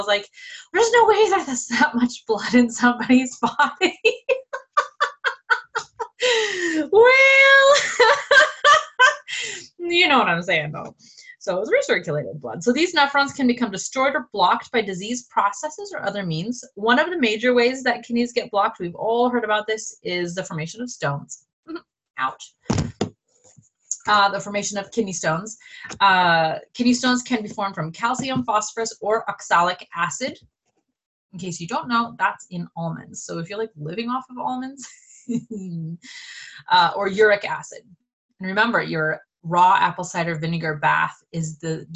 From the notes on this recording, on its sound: One of the last Zoom calls made in the old house before we moved to the farm!